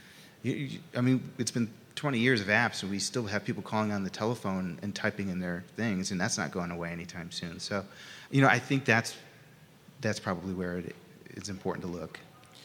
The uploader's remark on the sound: This recording is from Fintech Nexus USA held at the Javits Center in New York City.